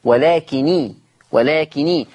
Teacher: ورش خفف النون ما بقتش مشدده فبقت مكسوره لالتقاء الساكنين